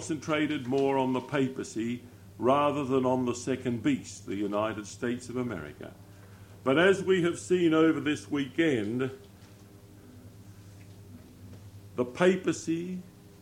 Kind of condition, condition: setting, large echoing room